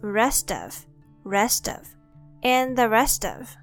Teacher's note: There's a linking sound between rest and of